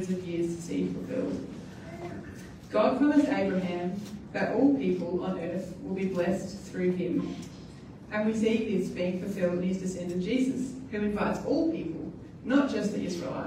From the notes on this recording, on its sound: At New Community. We apologise for the quality of the audio on this occasion.